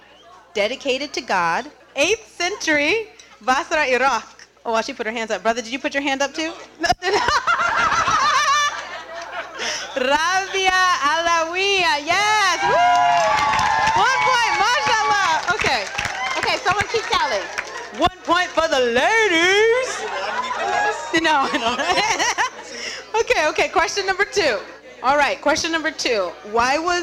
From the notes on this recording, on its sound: During dinner, the audience participated in a fun trivia game about famous women in Islam; the game was informative and created a lot of laughter in the room when it came down to the final two contenders!